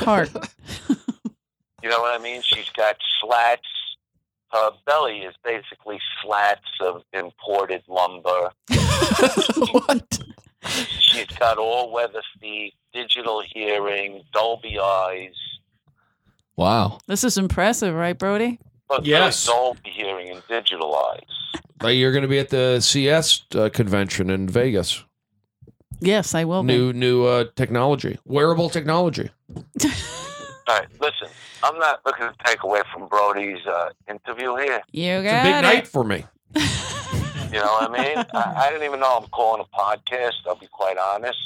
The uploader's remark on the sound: Comes into the studio while trying to remain positive. Special call.